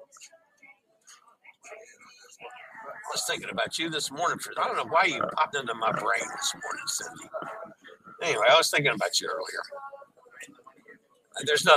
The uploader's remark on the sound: Will broadcast LIVE from a Sea Day onboard Holland America's Nieuw Statendam. The ship is enroute from Half Moon Cay, in the Bahamas to Ocho Rios, Jamaica.